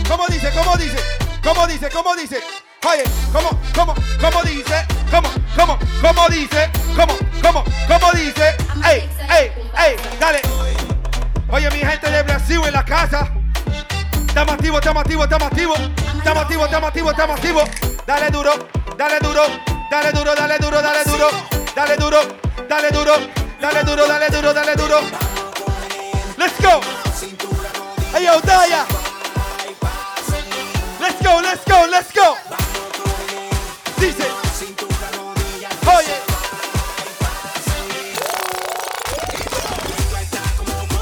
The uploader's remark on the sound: My Bday bash live set at Bristol Thekla.